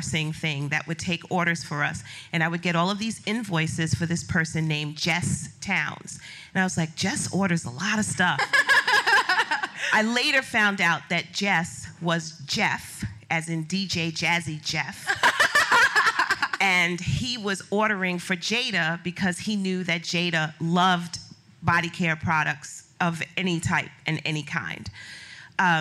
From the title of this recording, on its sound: Live from the WorkParty Tour